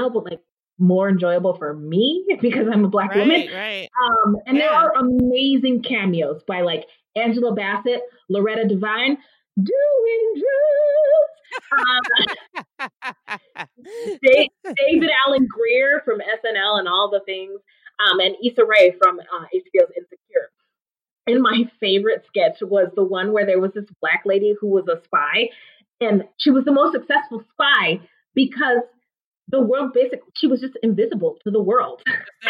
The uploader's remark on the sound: We were still working on some sound issues when we recorded this episode, so the sound quality is not great.